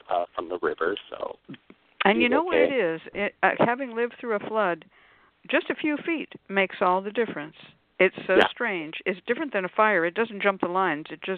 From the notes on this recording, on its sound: a real, live call-in show